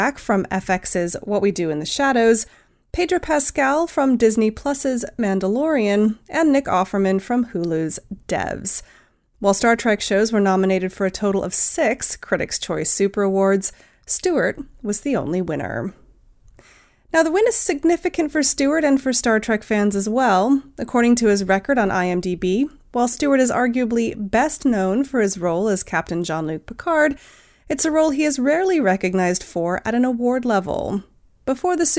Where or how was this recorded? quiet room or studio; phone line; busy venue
quiet room or studio